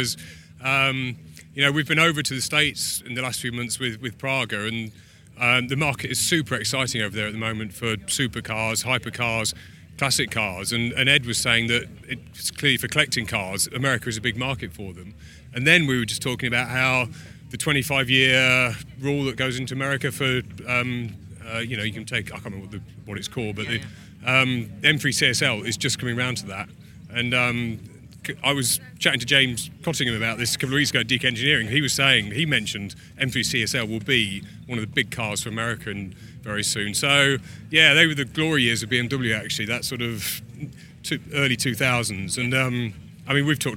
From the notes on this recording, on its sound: The Sounds of Goodwood Members Meeting 2023. Throughout the two-day event.